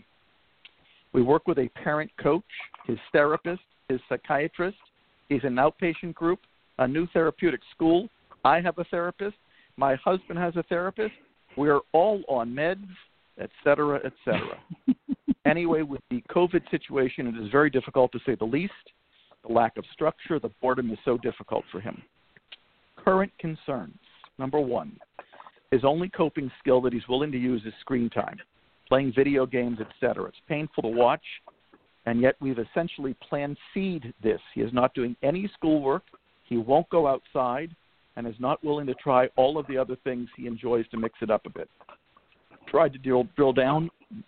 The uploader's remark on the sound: A very endearing grandma called.